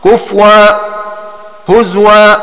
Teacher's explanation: فإذا وقف حمزة أبدل الهمزة واوا